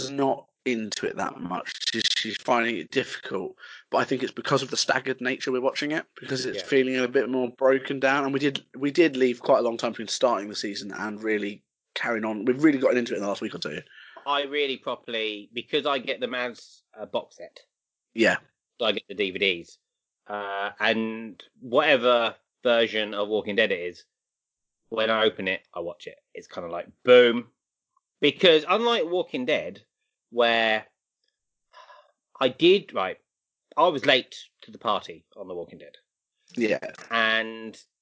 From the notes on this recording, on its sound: We are aware the sound quality dips and distorts a bit throughout this mini but as we are still relying on the internet these things are sadly unavoidable